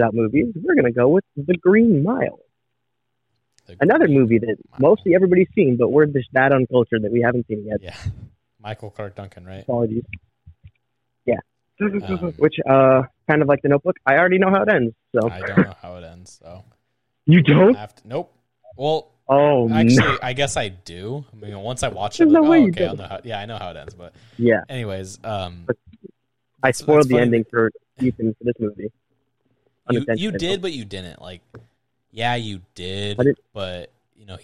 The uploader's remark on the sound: via a phone call